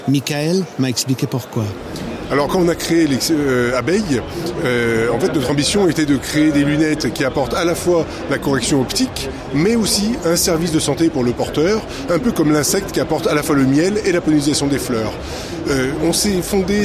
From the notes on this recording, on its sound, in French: (FR) Épisode 2 "en direct" du Silmo Paris 2023.